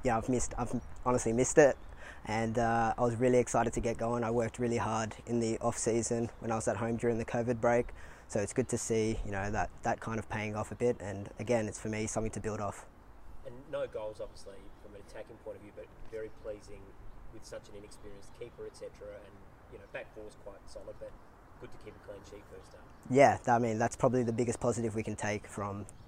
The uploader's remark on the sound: Press Conference. Spoke to the media at Coopers Stadium.